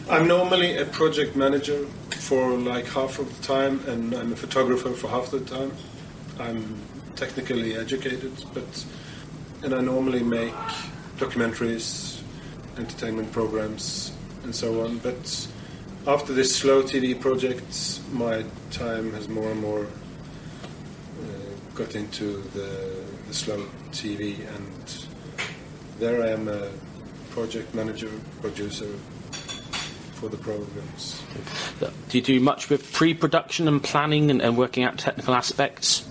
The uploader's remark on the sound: We are in one of the social areas on board a moored Hurtigruten ferry several hours before it departs on its journey up north to Kirkenes; as the interview progresses more people come onboard and there is background noise from them, and a bar in the background.